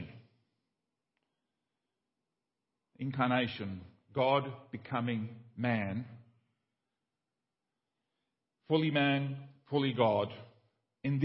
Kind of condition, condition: setting, large echoing room